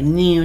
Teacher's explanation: ベロの先を歯の裏に当てて new になるので鼻声になる